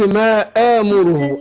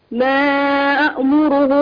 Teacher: يقول ما أأمره ده ألف مش همزة. يعني ده همزة وبعدها ألف مش همزتين · Shown in: first take